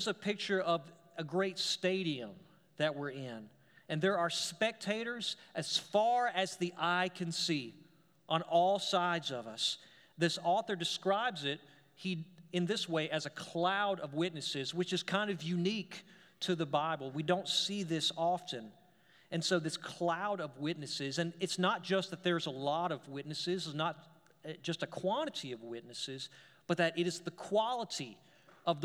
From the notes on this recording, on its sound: We're glad to share our service audio